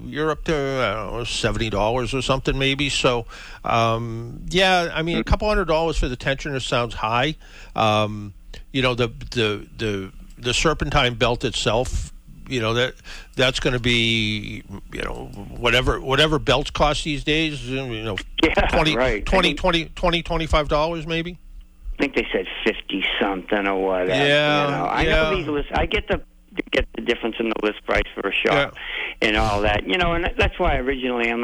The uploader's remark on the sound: I had two great guests scheduled, but somehow, they both forgot to call in. I had my regulars call in to chat with me.